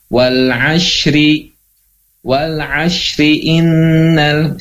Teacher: Ketika wal ashri wasol, maka tetap ri tipis.